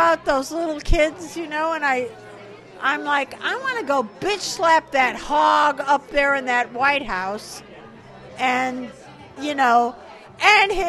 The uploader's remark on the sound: Live From the Stephanie Miller Show Holiday Party